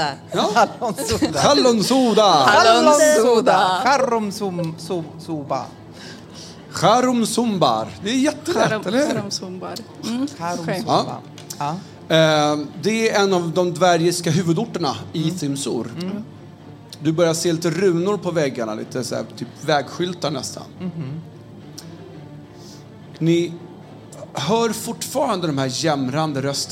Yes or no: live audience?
yes